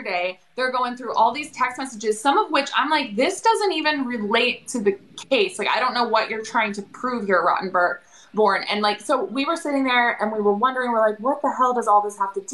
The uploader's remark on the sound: Joined her on a live on her TikTok.